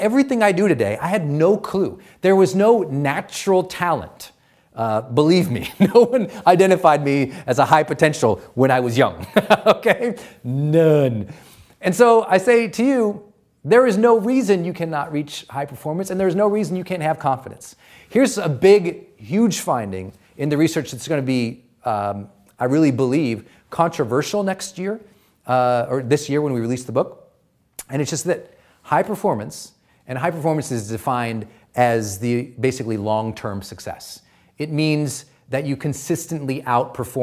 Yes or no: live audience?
yes